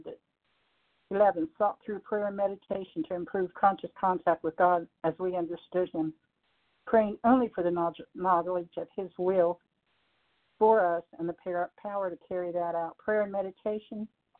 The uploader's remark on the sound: 100 Pounders Phone Meeting, 12/23/23